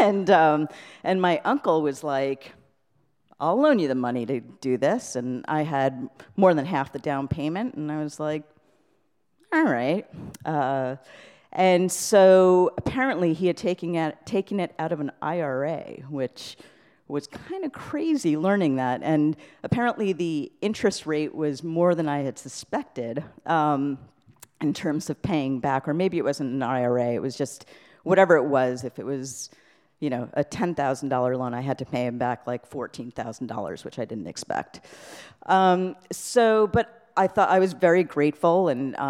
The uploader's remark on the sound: These stories were told and recorded in front of a live audience on July 31st, 2018 at Wellfleet Preservation Hall in Cape Cod, Massachusetts.